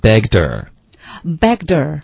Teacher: begged 跟 her 我们会把 h 的音给省略了。 oh, her 的这个 r 的音就是一个 r 的音，它要连到这个 begged 的这个 d 的音，所以我们就说 begged her。哦，把那个 beg 的那个的的音，的的音给省了啊，它连到后面的这个 her,连上啊，把那个 her 的那个 · Term: 连读